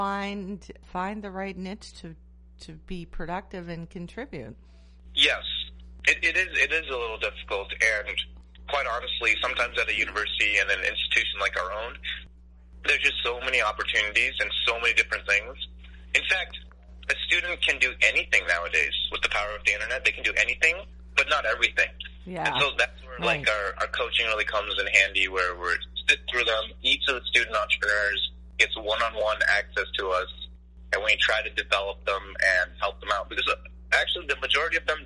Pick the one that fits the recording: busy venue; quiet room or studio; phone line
phone line